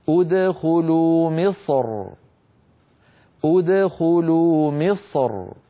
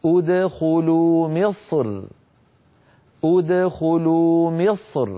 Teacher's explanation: فيفخم المتكلم الصاد ثم مباشرة يرقق الراء من غير تكلف · Shown in: second take · Term: الترقيق